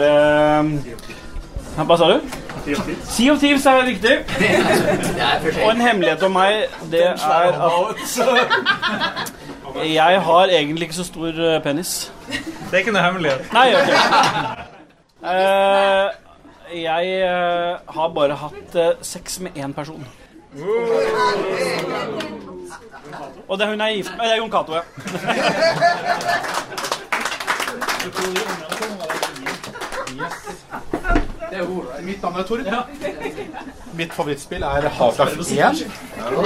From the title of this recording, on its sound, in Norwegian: Live jubileumsepisode med 20 gjester